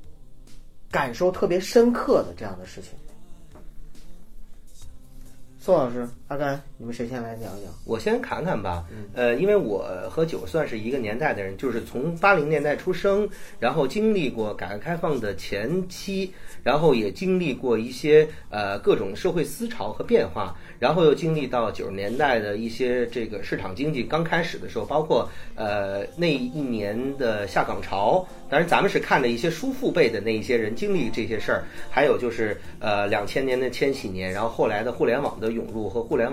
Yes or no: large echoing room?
no